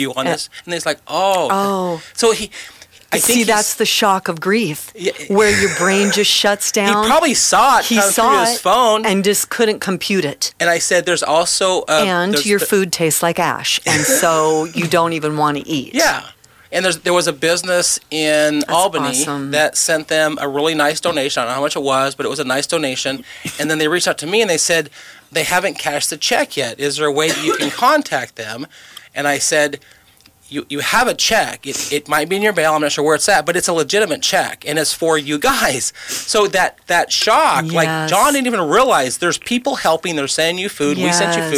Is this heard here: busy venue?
no